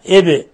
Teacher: باء ساكنة إب نقلقلها